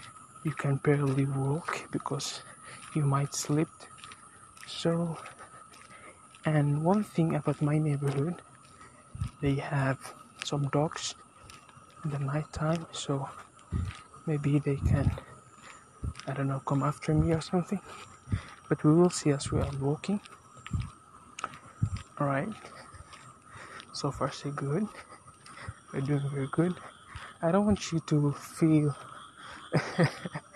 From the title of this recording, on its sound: Taking a walk outside